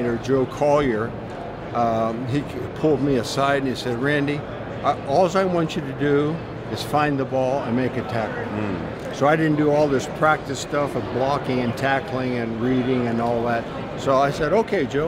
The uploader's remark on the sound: Capping off the week at Radio Row is an action-packed show. LIVE from Super Bowl radio row.